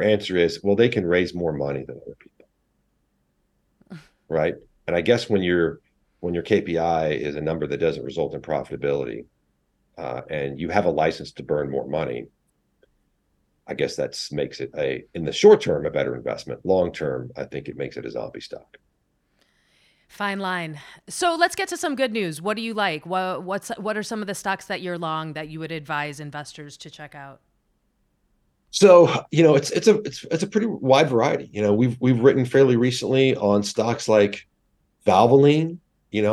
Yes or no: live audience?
no